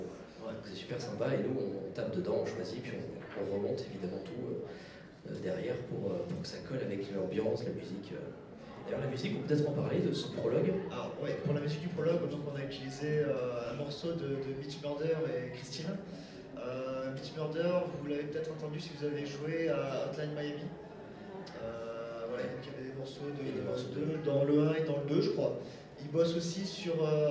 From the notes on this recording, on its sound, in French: Enregistré lors du TGS Springbreak de 2015.